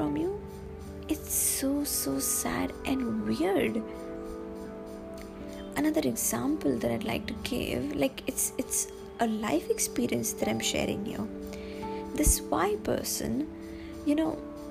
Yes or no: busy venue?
no